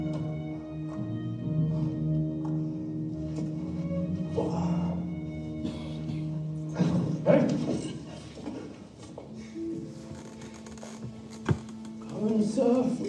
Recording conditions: live audience